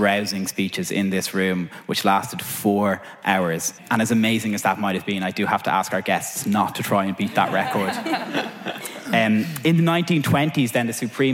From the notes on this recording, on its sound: Recorded live at the historic City Assembly House in Dublin. In this live show-come-podcast episode. Each section features live performance of songs on those same themes from our music guest.